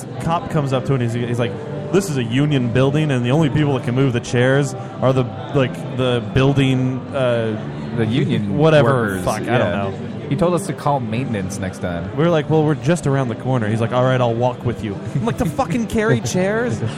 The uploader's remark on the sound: We are live at day 1 of the Rhode Island Comic Con!